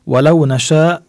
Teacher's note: هذا الحكم اسمه المد المتصل، إجا حرف المد والهمز في كلمة واحدة، حرف المد بعد الهمز.